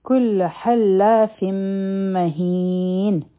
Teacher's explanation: په فا باندې تنوین دی، مخکې میم راغی، دلته کې به ادغام کو د غنا سره